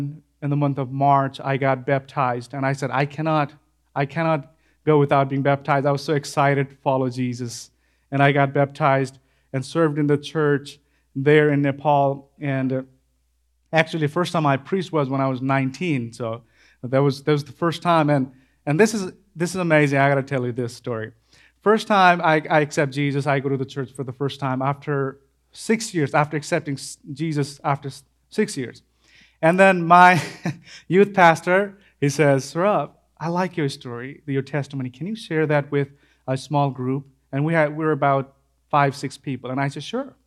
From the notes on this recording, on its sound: This sermon was preached at Crosspoint Church in Starkville, Mississippi.